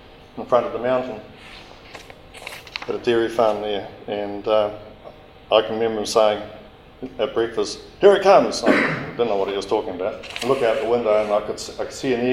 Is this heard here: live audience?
yes